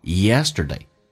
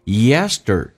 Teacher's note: ST 组合 T 要浊化 Yesterday 就好像 sister 一样的道理， Yester 轻度卷舌 Yesterday's sowing Yesterday's sowing S 就发一个，两个 S 就发一个就可以了。